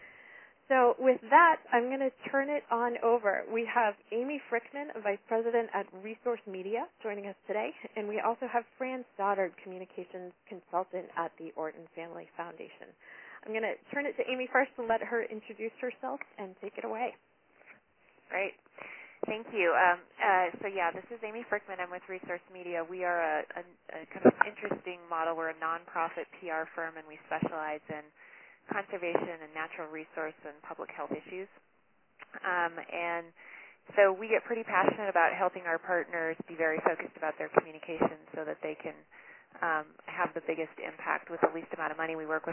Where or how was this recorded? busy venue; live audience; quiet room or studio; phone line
phone line